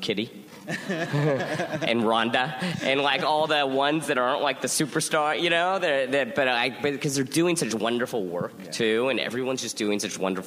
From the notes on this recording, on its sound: Recorded at ATX Television Fest in June 2015.